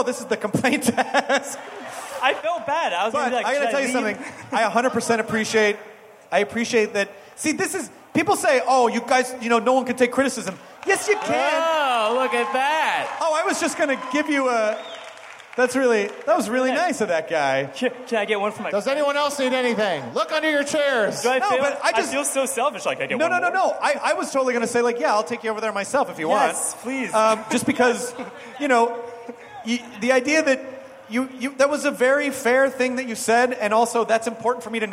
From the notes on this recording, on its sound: It's a nerdist hostful live from ID10T festival!